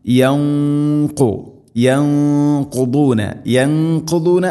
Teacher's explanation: അല്ലദീന യൻഖുദൂന സാക്കിന നൂന് ശേഷം ഖാഫ്, ഖാഫ് ഇസ്തിഇലാഇൻ്റെ അഥവാ സ്വരഭാരത്തിൽ ഉച്ചരിക്കേണ്ട അക്ഷരമാണ്. അതുകൊണ്ട് അതിൻ്റെ കൂടെയുള്ള ഗുന്ന ആ മണിക്കലും എന്തായിരിക്കണം, സ്വരഭാരത്തിലാക്കാൻ ശ്രദ്ധിക്കണം.